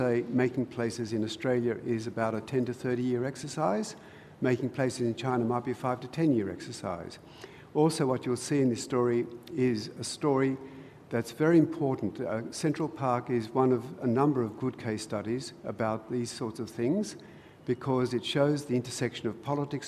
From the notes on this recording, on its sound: Recorded at the 2016 Sydney Architecture Festival at Central Park